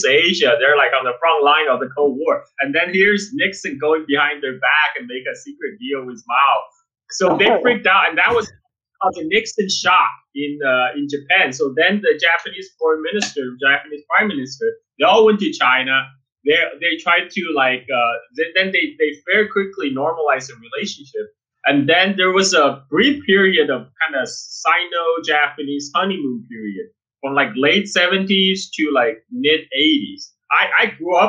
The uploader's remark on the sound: Despite a blown out microphone